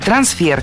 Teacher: Оно французского происхождения, имеет ударение на втором, то есть последнем слоге «трансфер».